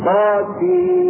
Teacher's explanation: ادغام بغنة. ادغام بغنة ندمج او ندخل النون الساكنة في آخر سين في الميم فيصبحان ماذا؟ ميما مشددة تغني في آخر سين.